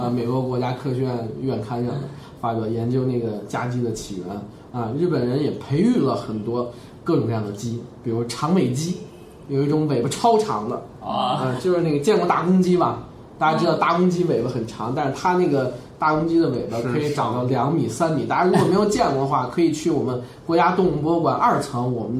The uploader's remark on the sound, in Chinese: 本期节目为在张大妈办公区用录音笔录制，可能有街道上的杂音，请见谅。